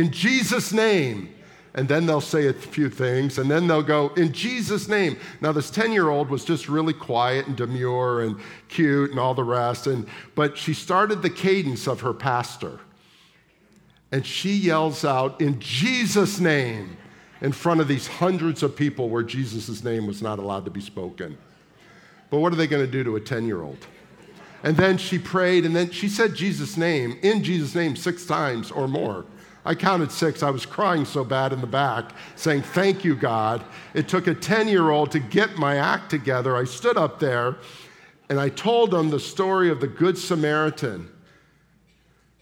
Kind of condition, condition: setting, large echoing room